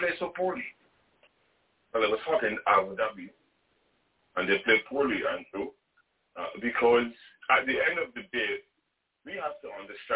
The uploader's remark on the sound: Listen to what the panelists and callers have to say.